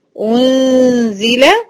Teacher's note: مش هنطق النون هحط مكانها غنة